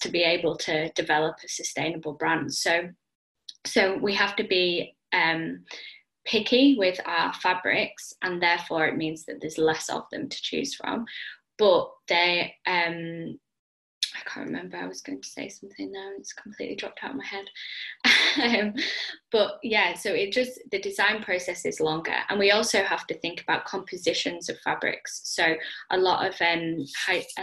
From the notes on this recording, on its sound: I sat down (over zoom!).